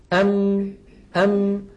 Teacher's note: جزء شفوي وهو انطباق الشفتين على بعضهما ويصاحب ذلك غنة من الخيشوم · Term: الميم